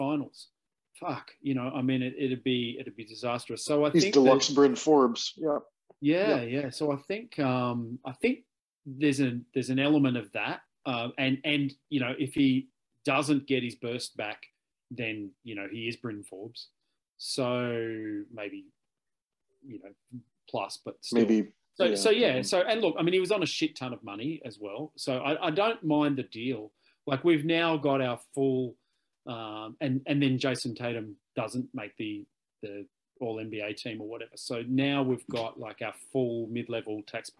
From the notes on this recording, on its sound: jump onto a Zoom call